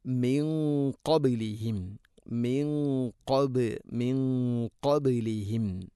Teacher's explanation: കാഫ് സ്വരഭാരത്തിൽ ഉച്ചരിക്കേണ്ട അക്ഷരമായതിനാൽ അതിൻ്റെ കൂടെ വരുന്ന ഗുന്നയും സ്വരഭാരത്തിലായിരിക്കണം